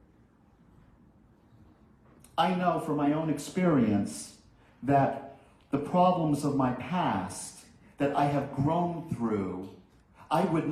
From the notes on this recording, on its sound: This message was delivered at Concordia Center for Spiritual Living in Rhode Island